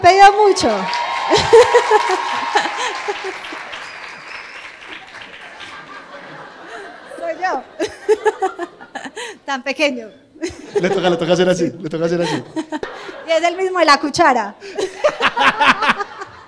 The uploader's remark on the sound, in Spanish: Primer Show en Vivo!!!!! Nuestro primer episodio en Vivo!!!!